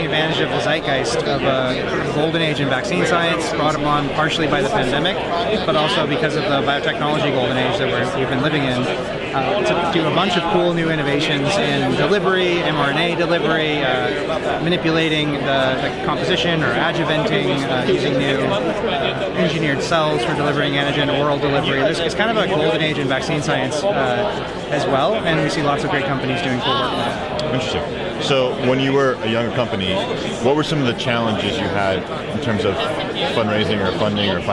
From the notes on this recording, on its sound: This video was recorded at SynBioBeta 2023 in Oakland, CA.